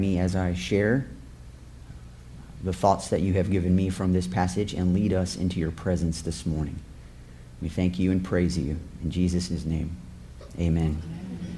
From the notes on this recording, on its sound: This episode is a sermon I preached September 24, 2017.